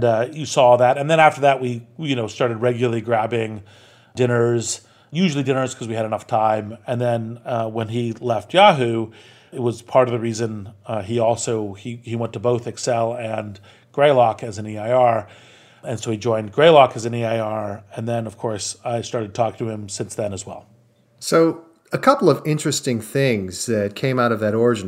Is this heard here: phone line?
no